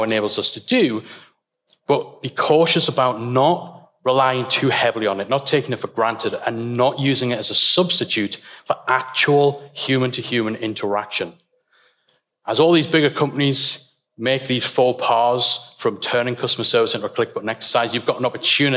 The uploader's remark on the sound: The State of the Membership Industry - Retain Live Keynote. You’ll get to listen in to the opening keynote from our very first conference ‘Retain Live 2019.’. It was an incredible event with some phenomenal speakers gracing the stage eager to share their expertise and insights with the audience.